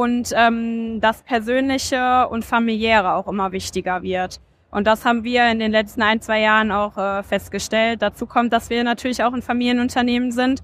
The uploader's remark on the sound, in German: Zukunft Personal 2023 in Köln. In der heutigen Podcast-Folge nehme ich euch live mit auf die Messe.